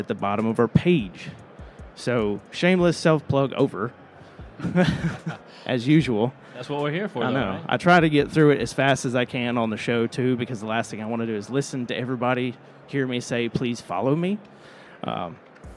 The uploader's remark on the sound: Live in front of a packed audience at the 2024 AHR Expo in Chicago.